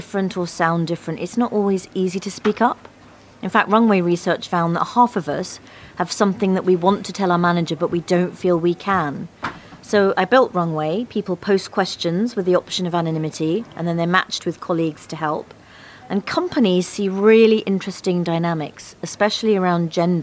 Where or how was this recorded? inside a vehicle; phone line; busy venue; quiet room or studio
busy venue